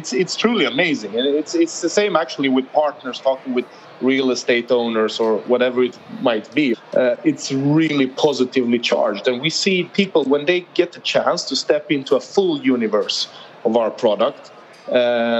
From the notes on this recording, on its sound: Recorded at World Retail Congress 2019